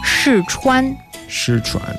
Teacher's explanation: 试 is the fourth tone. 穿 is the first tone.